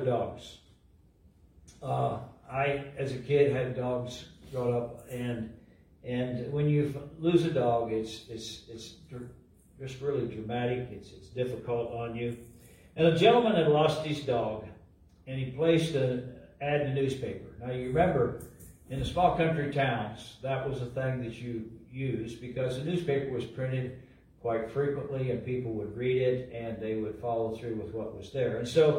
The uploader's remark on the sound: LIVE from Calvary